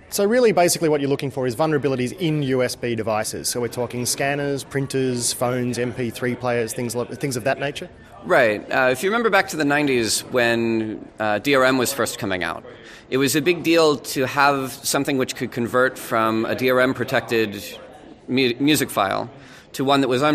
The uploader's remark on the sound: This podcast is an interview I did at the Breakpoint security conference